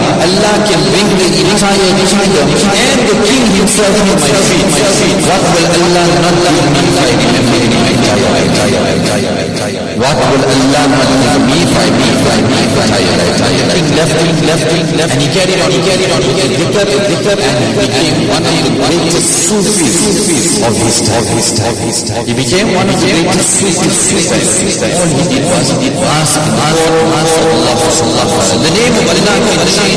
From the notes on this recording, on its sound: Jumuah lecture at Masjidun Nasr